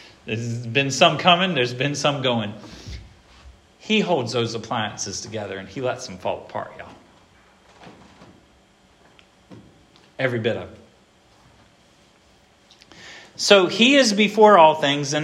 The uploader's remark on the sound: This sermon was preached at Hope Fellowship